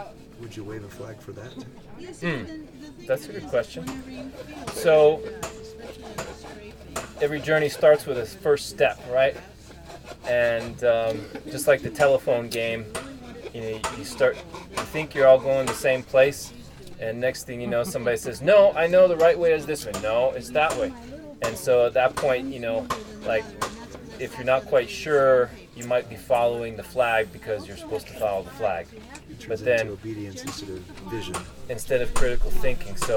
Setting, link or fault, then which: setting, busy venue